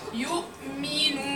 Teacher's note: تاثرا بالنون بغنتها مدت الواو بالغنه